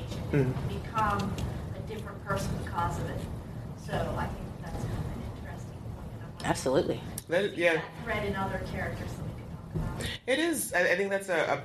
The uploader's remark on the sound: LIVE Podcast